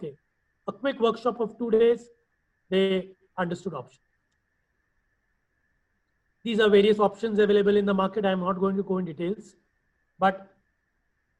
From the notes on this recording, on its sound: IFA Global's recorded webinar